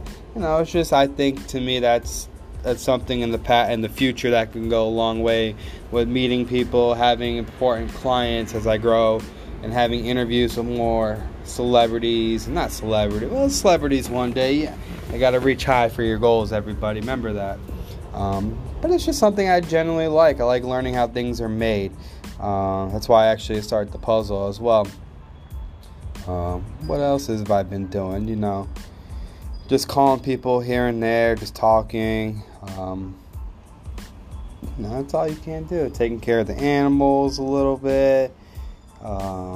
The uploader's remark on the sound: Just guys drinking a nice glass of whiskey and enjoying a cigar outside telling stories. Sorry about the background noise.